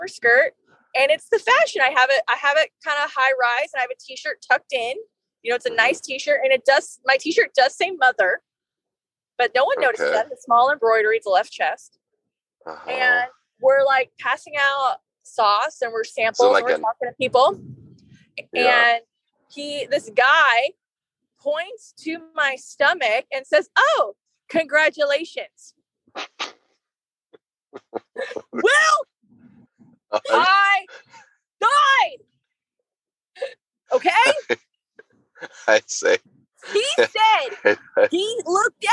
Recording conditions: inside a vehicle